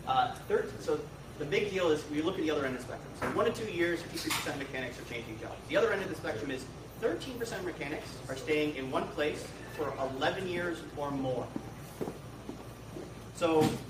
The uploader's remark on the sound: I got to speak to a small room full of my peers from Service Drive Live at Titos and Tshirts 2022; the first live event since the group's inception.